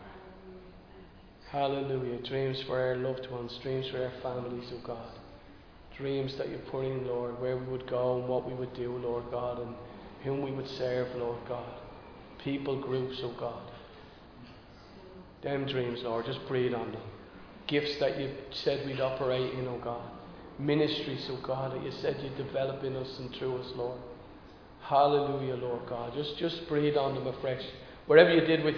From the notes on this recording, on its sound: Recorded live in Liberty Church on 28 August 2022